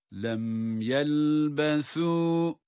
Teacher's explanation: Burada yelbesu kelimesindeki sa peltek okunmaktadır. Sa'nın özelliği bu.